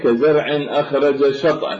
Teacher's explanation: شطأه، يعني لا ندغم الجيم كما في الإدغام السابق الإدغام الصغير، وإنما الجيم نزيدها رخاوة حتى تقترب إلى حرف الشين · Term: الإدغام الكبير